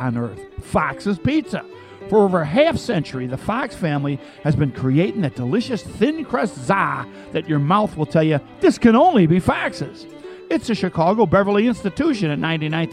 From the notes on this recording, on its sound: Present the Hibernian Radio Hour at our newest recording location, The Beacon Pub in Forest Park.